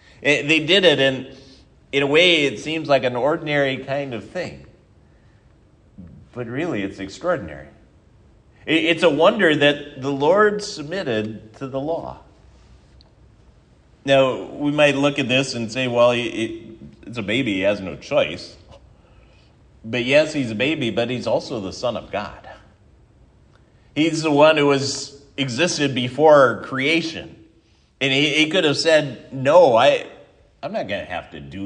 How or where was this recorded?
large echoing room